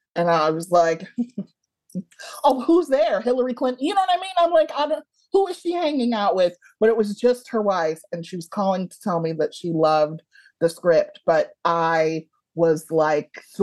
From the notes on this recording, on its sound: So, Zoom it was.